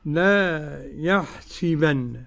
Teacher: قرأ نافع لا يحسبن بالغيب وكسر السين